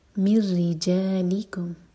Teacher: جا اسٹریچ کے بعد لی پر زور · واستشہدوا شہیدینی، دئی پر مدلین، شہیدینی، من رجالکم، میم کو رو سے جوڑیں گے تو یہ ہے ادغام بغیر غنہ کا، نون کی آواز بالکل نہیں آئے گی، اور رو کے نیچے کسرہ ہے تو رو باریک